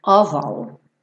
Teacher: Esse of, a gente já sabe, decora e salteado, né? OF, mas tem pronúncia de OV, sempre, toda vez, sem exceção